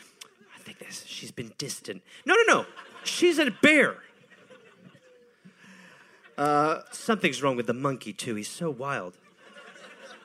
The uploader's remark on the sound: Recorded live in Birmingham.